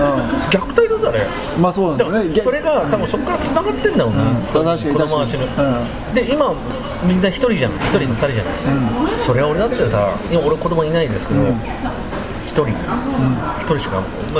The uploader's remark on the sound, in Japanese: サイゼリアにて収録です。